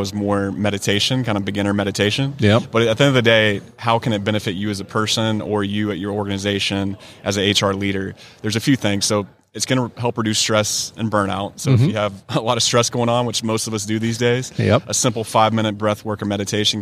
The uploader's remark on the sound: LIVE from SOAHR 2023. North Fulton Business Radio.